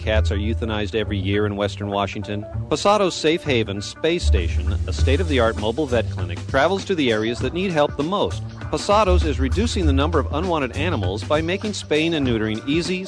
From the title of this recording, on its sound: takes calls from listeners